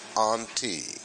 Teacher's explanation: The first preposition is anti, A-N-T-I, anti. Stress on the second syllable, anti.